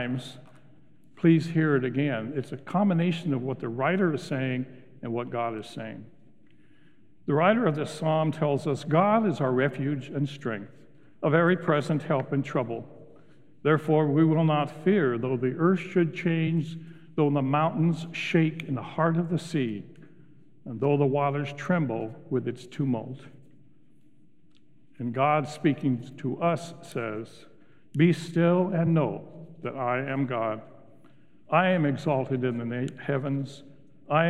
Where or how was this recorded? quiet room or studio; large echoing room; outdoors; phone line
large echoing room